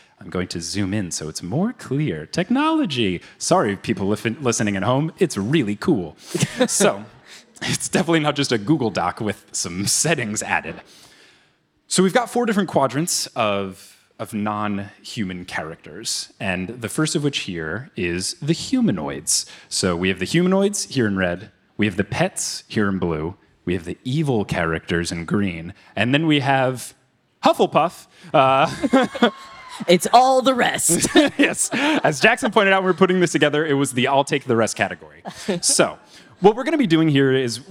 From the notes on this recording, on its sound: Live from City Winery in NYC